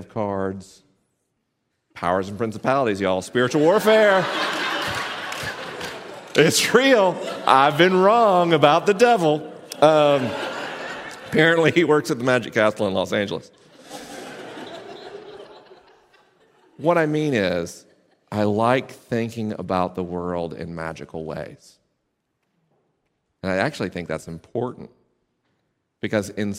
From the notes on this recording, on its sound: This week's episode was recorded live at Placentia Presbyterian Church in Placentia, CA.